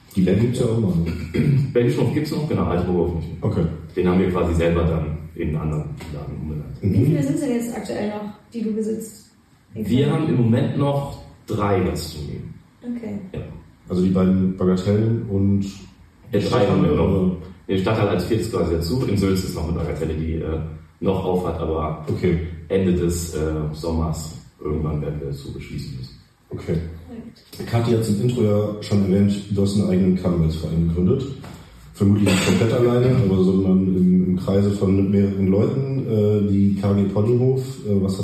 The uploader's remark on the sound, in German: Leider hatten wir bei der Aufnahme erhebliche Tonprobleme - wir haben alles versucht, um die Aufnahme zu retten.